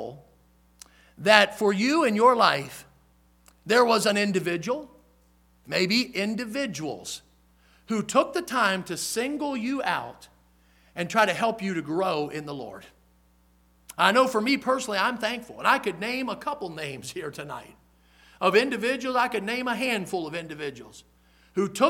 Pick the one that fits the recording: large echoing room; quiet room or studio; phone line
large echoing room